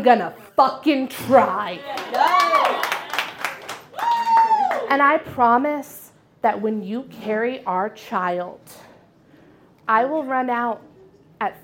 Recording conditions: live audience